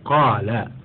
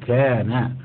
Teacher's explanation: وحكم الألف اللينة من حيث التفخيم والترقيق أنها تابعة لما قبلها تفخيما وترقيقا، فإن كان ما قبلها مفخما فخمت نحو قال، وإن كان ما قبلها مرققا رققت نحو كان